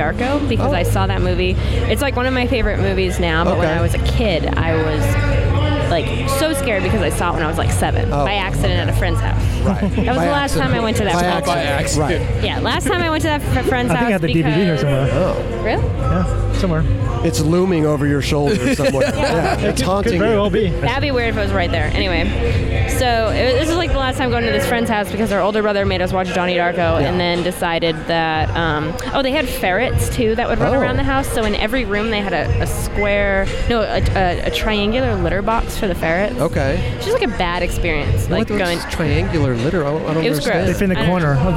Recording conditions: busy venue